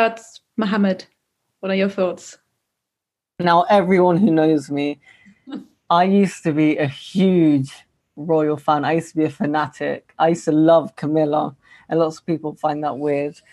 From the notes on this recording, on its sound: Each week during our sessions (held via Zoom) we revisit work from previous projects and create new work exploring themes close to our hearts.